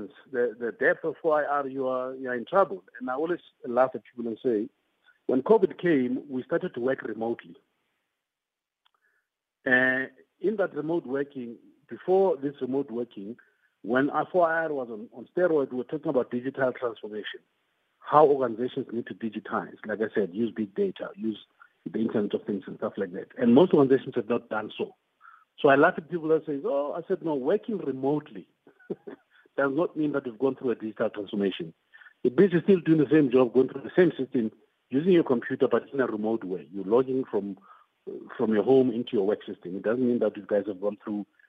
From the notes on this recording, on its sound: Guest on the line